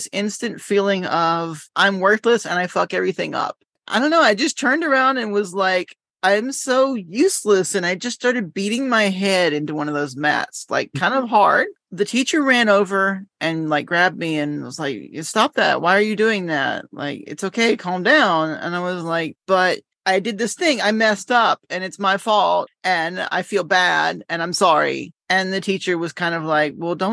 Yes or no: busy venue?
no